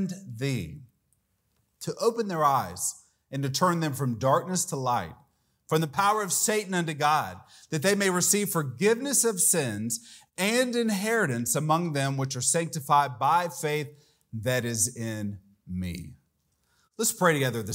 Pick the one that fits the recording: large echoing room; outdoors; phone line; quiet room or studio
large echoing room